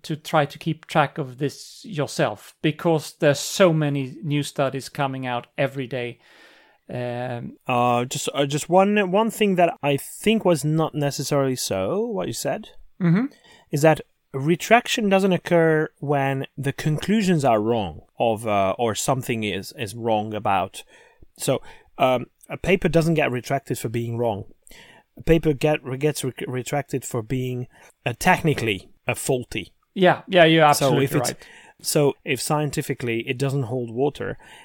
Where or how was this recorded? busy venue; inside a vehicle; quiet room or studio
quiet room or studio